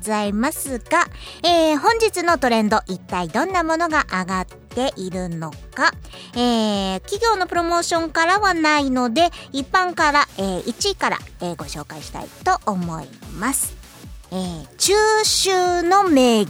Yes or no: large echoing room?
no